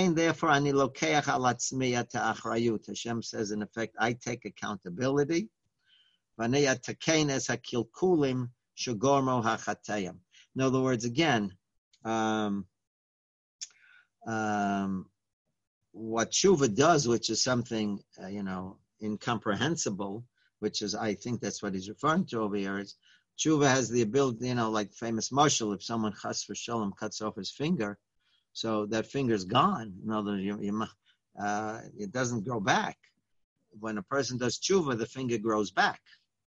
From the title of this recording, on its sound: Live On Zoom